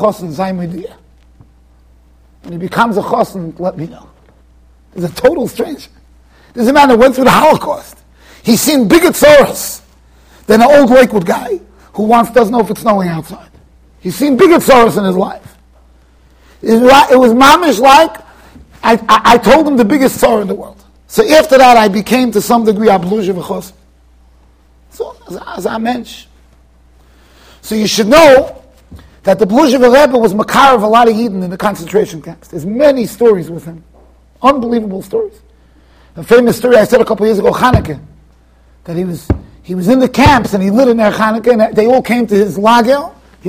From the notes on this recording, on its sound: Shiur recorded in Yeshivas Ohr Reuven, Monsey NY.